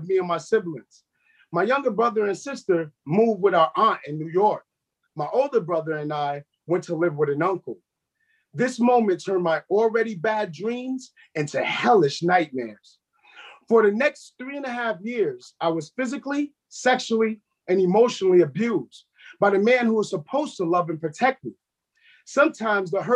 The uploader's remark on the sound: These four men tell their truths to a zoom audience of 100 family members, friends, activists, and strangers.